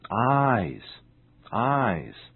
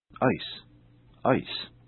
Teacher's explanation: eyes ends with the sound z, and ice ends with the sound s. The other difference in the pronunciation of eyes and ice is how the vowel sound I is pronounced.